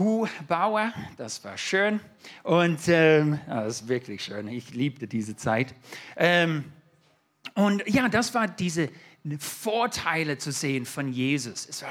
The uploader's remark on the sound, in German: 2022 in der Gemeinde Kaleo Schopfheim aufgenommen.